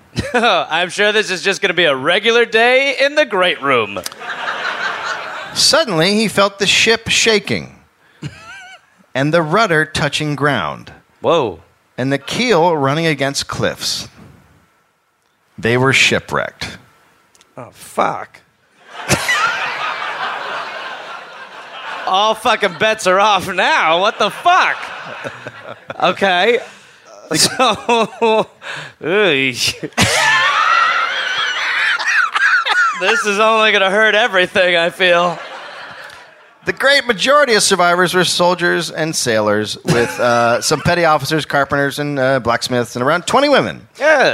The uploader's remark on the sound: live in Perth, Australia